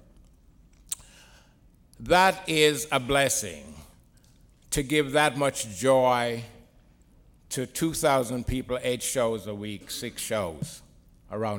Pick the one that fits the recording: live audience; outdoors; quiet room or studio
live audience